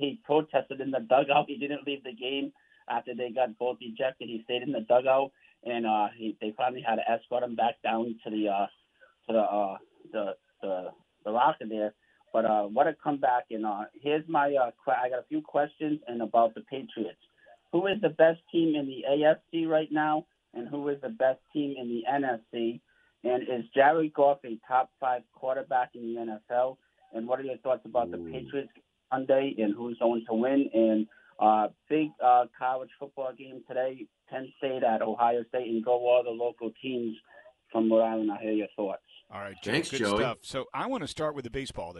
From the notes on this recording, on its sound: take your calls texts and tweets live on the air